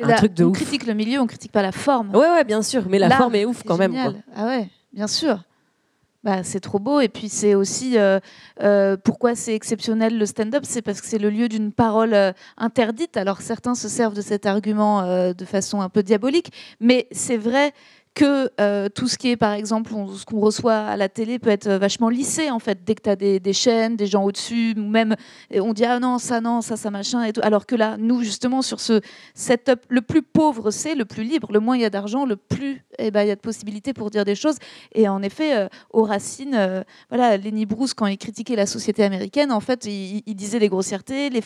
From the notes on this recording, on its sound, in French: Pour son premier événement en live. Trois jeunes humoristes pour une table ronde. Celle-ci était suivie, pour les présents à l’Apollo, d’un plateau de stand-up inédit.